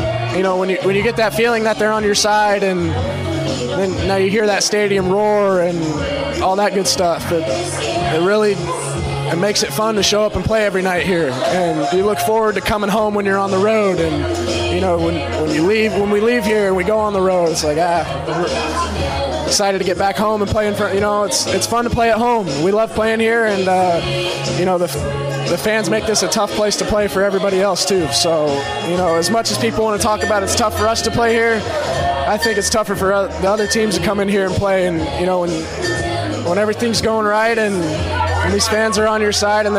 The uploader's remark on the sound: live in the Phillies' clubhouse